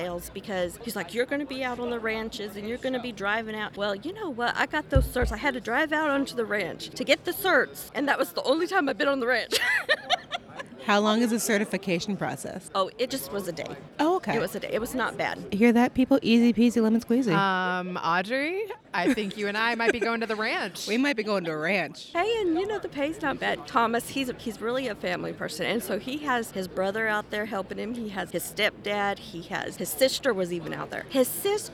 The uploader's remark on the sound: bringing you insights straight from the energy heartbeat at the NAPE Summit in Houston